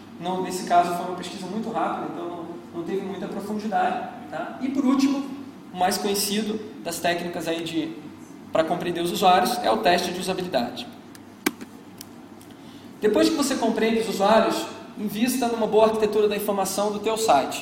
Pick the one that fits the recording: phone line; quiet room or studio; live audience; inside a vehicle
live audience